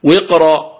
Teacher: وقرأ تفخم الراء لأن الساكن هو حرف استعلاء